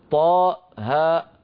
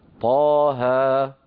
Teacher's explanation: في القرآن العظيم لا تنطق مهموزة · Shown in: second take